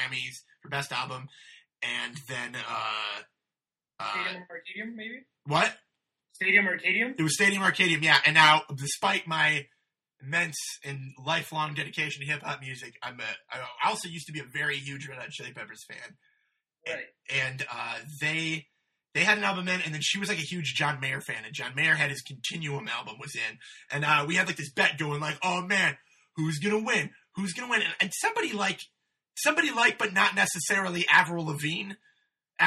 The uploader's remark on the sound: This episode was recorded using Skype and Garageband.